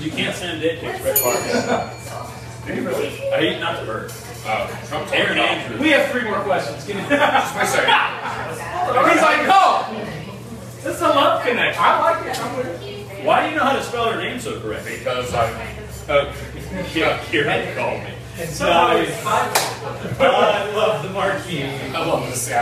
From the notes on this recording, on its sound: LIVE Mopcast Networks 2nd Birthday Bash! Record at Industry in Mobile, Alabama.